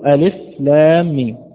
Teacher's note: الألف لا مد فيها فأقول ألف لام ميم، ولا أقول ألف، أقول ألف.